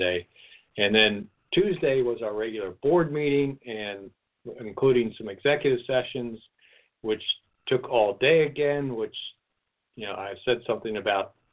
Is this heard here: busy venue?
no